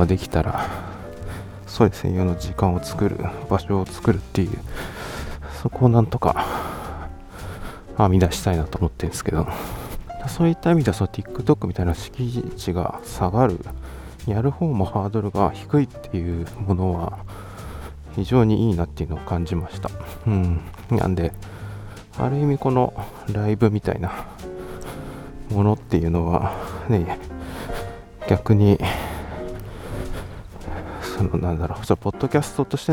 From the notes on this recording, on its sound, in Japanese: 散歩しながらの収録のため、少々荒めの呼吸音はご容赦ください